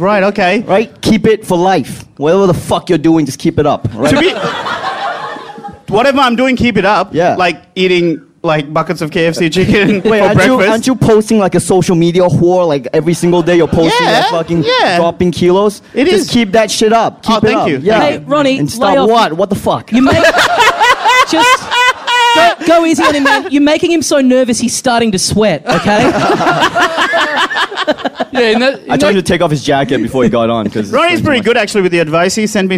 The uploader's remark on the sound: Recorded LIVE at the European Bier Cafe.